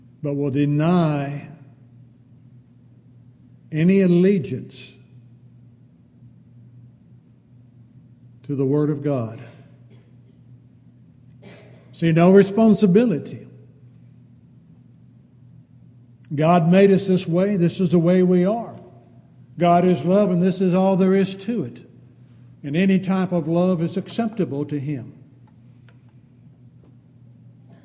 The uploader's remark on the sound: Downtown Church Of Christ Audio Sermon